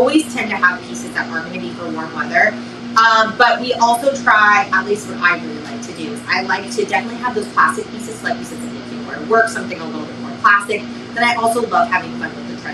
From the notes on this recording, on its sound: PS - please excuse the fan noise - we recorded this during the heatwave! Costa Mesa, CA.